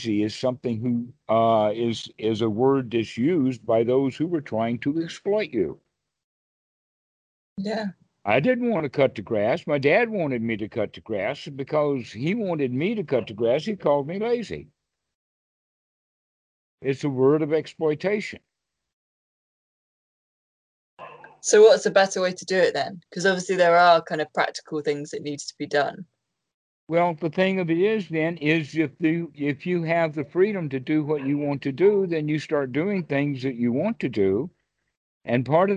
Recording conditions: video call